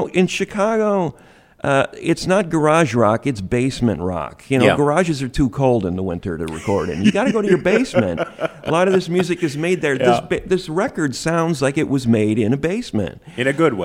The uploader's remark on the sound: to the Goose Island Tap Room in Chicago for a live performance and interview